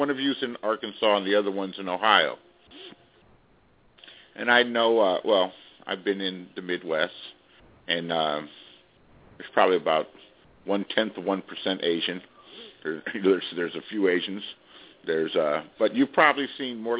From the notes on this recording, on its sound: taking your phone calls